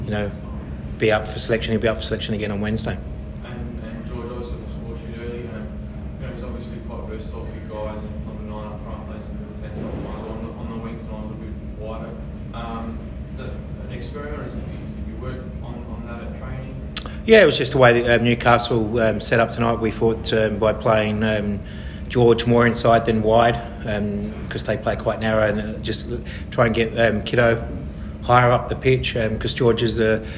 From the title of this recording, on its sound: Post-Match Press Conference